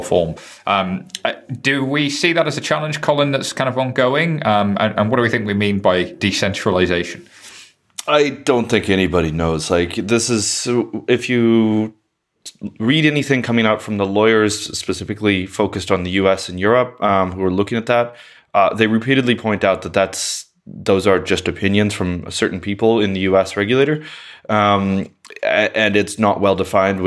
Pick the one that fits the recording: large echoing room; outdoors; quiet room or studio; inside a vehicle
quiet room or studio